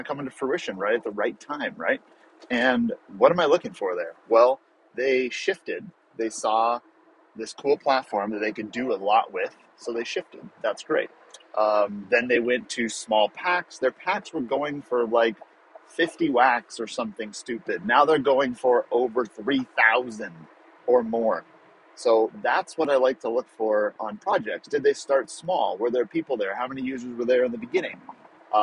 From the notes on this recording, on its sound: Sorry the quality of audio isn’t the best.